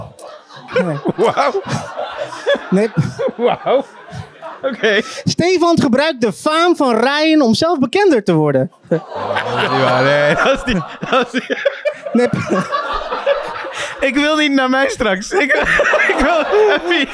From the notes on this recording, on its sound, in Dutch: een heerlijke chaos met publiek